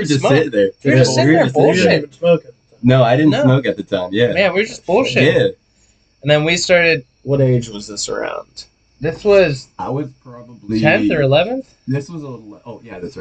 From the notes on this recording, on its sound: Bad audio quality this episode, sorry. The audio quality for this episode is pretty poor and we apologize for that.